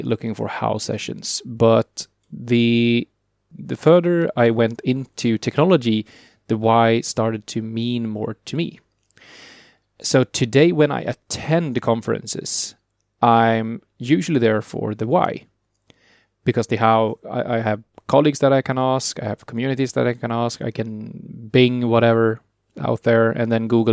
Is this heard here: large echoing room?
no